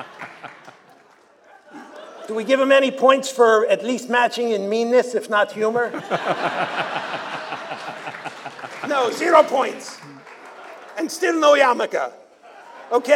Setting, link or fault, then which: setting, busy venue